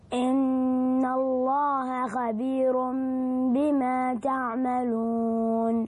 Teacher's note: لا هذه احنا مري تعملون، إن هذه قلقلة للنون، وإنما قف على النون بدون قلقلة